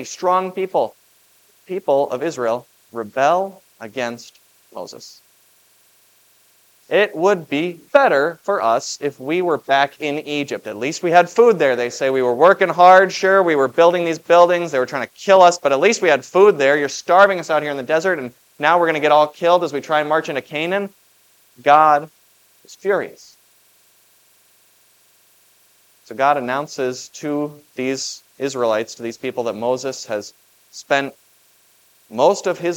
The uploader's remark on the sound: Was preached at Grace of God Lutheran on June 11, 2023. This Sunday sermon, based on Exodus 3:1-15, was preached at Grace of God Lutheran.